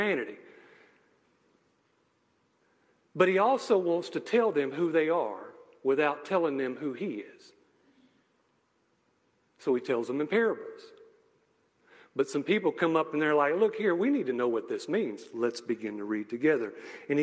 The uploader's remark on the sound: message I gave at a local church